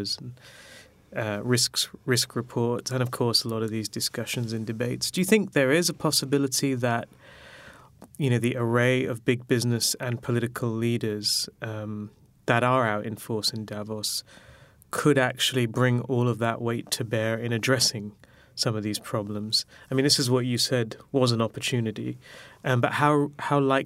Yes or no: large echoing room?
no